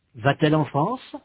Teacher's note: A, E. On ajoute alors un T entre le verbe et le pronom pour séparer les deux voyelles.